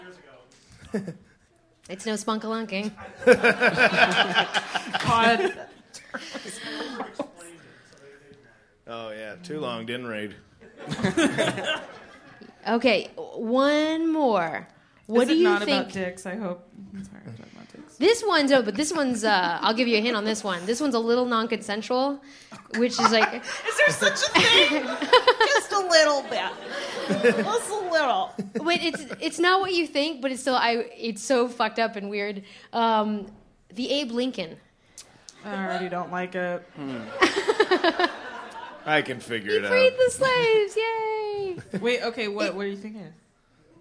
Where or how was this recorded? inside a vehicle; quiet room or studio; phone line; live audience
live audience